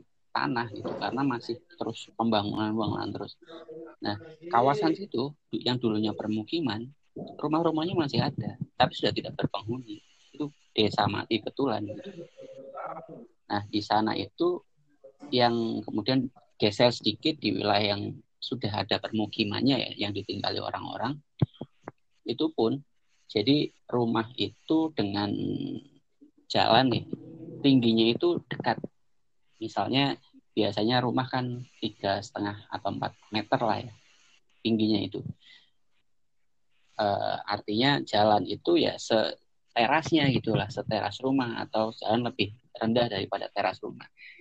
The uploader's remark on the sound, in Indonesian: maaf atas kekurangan kualitas audio karena proses dilakukan secara online jarak jauh